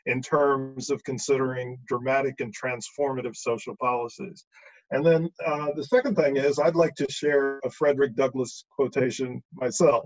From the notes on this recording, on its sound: a virtual conversation over Zoom